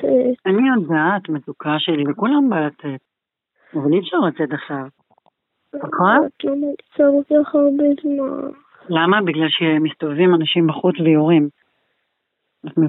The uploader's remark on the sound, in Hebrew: שלוש שעות בטלפון